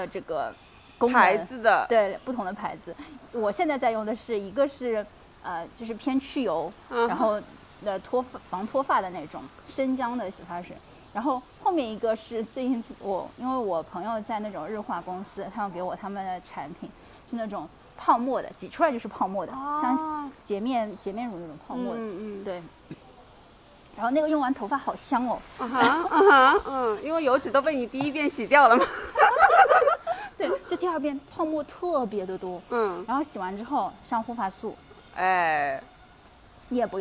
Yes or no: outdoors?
yes